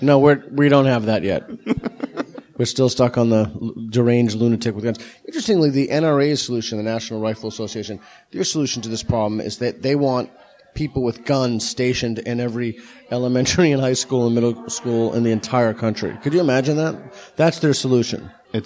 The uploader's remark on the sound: In front of a live audience in Sydney.